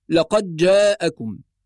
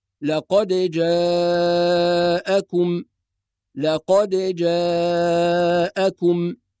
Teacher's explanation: فلو نظرنا سويا إلى هذه الكلمة في المصحف نجد علامة السكون فوق الدال، وهذه العلامة معناها الإظهار، وطالما أظهر القارئ حرف الدال وهي ساكنة لابد من القلقلة · Shown in: second take